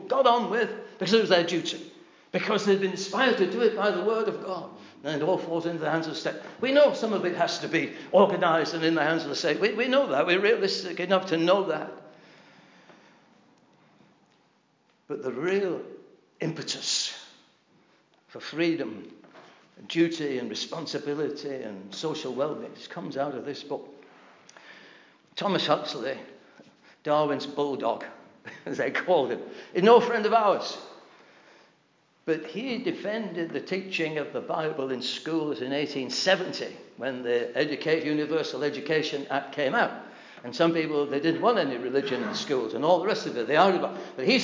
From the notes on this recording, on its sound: This address was delivered at the Britain's Only Hope - the Gospel Conference in 2018.